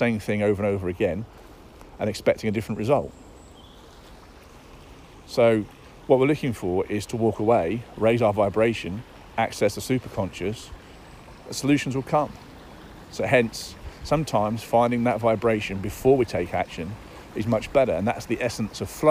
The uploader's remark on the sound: Daily Download Episodes are short episodes which involve me getting into flow with my Superconscious and then just talking into my phone.